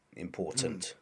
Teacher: the glottal stop, traditionally we see in the southeast of England · Term: glottal T